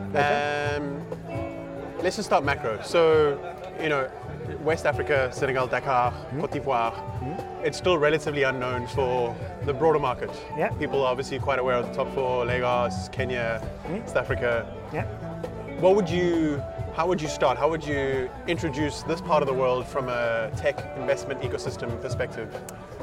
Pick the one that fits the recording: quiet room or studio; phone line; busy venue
busy venue